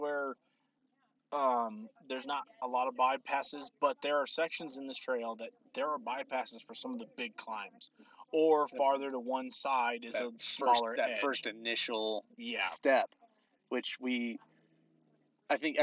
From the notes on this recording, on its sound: We recorded at the top of the world trail in Moab Utah.